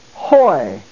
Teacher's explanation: Figure 6 is the diphthong omicron iota, pronounced oi. The iota has the rough breathing mark over it. Therefore, the oi is pronounced hoi.